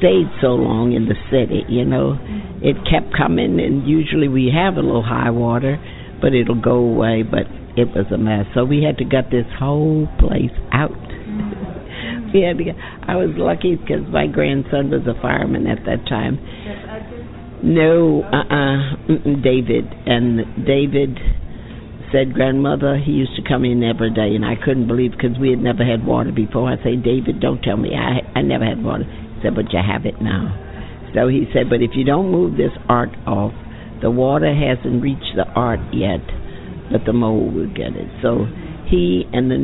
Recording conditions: busy venue